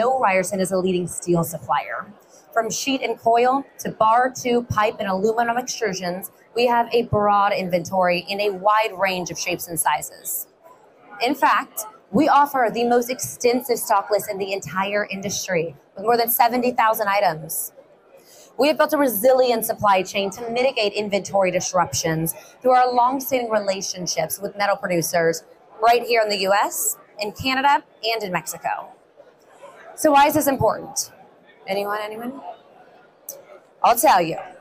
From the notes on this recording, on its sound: Visits the Battery Show and Electric and Hybrid Vehicle Technology Expo in Novi, Michigan, where more than 800 companies showcased their innovations in EV technology. This episode features a host of guests from the show floor. The recent expo in Novi, Michigan witnessed record-breaking attendance, with over 19,000 participants and 800 companies presenting their cutting-edge products and solutions.